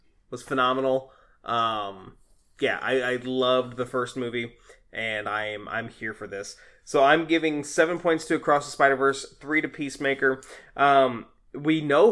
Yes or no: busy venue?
no